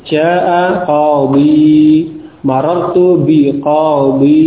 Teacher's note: ya-nya tetap ada, tidak dihilangkan. Ketika waqaf dibaca dengan sukun.